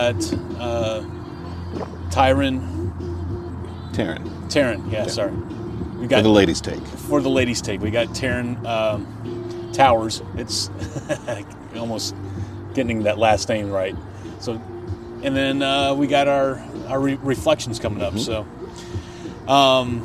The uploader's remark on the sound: We recorded on location at the AFSP Out Of The Darkness walk.